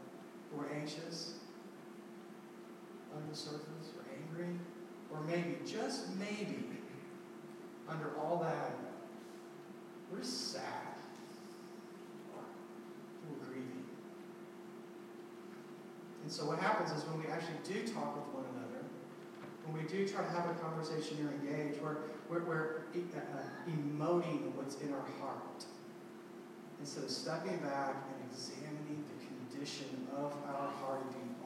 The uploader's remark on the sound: We apologize for the sound quality. First time in this new building and we experienced some technical difficulties.